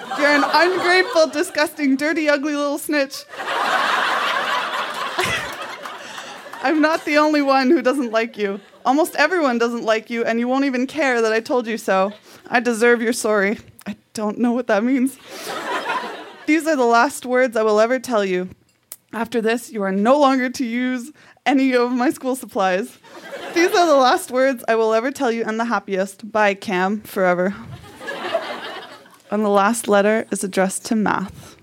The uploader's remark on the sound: Recorded live in Ottawa, ON.